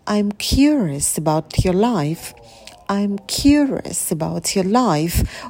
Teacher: Ударные слова. Curious. Life. Выделяем их. А неударные слова произносим тише, быстрее. I'm curious, потом about you, и прыгнули на слово life.